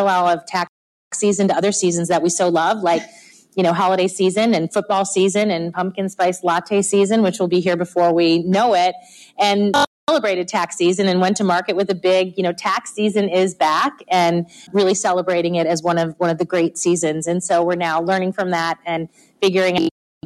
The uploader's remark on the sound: special episode of Marketing Vanguard live from Commerceweek